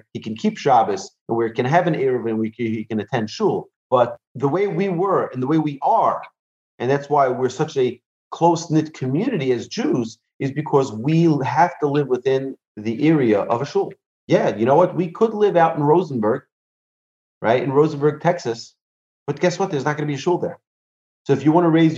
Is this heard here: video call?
yes